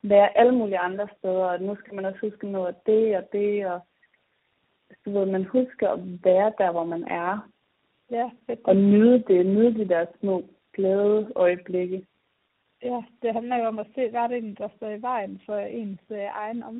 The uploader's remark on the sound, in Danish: Det er juletid, og vi er hver især taget hjem på juleferie ved vores forældre. Dagens afsnit optaget over et telefonopkald, og lydkvaliteten er derfor ikke noget vi vil prale med.